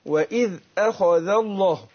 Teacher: الهمزه بتخرج من اقصى الحلق